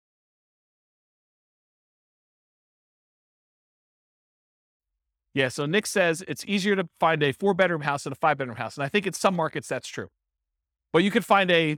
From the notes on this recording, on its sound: This was a live class recorded